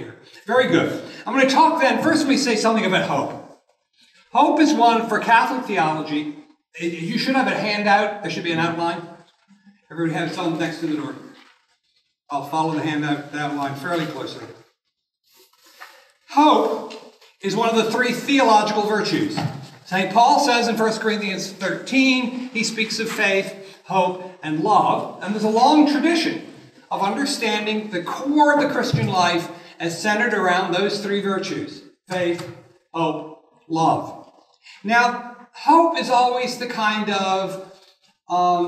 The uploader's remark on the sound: This lecture was given. At the University of Nebraska at Lincoln.